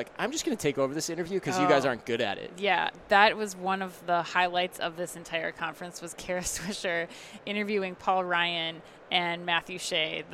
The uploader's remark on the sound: NRF 2020 Live Recap from the Javits Center, NYC.